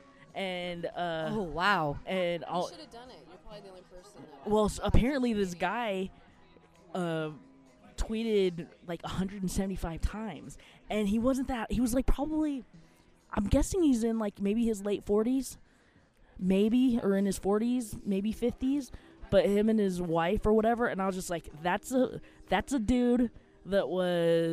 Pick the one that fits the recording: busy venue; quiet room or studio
busy venue